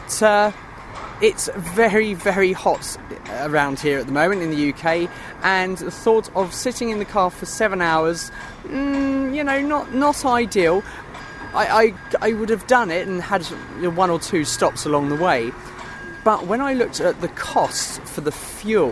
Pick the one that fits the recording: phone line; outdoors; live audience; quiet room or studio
outdoors